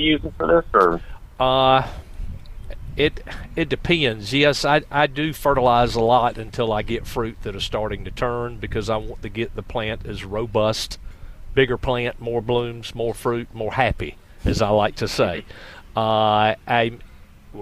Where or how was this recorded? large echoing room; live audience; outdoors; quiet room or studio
outdoors